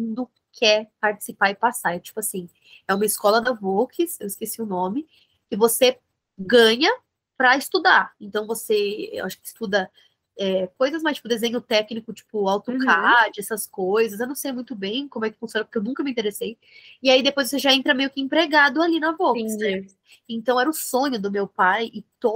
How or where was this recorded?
video call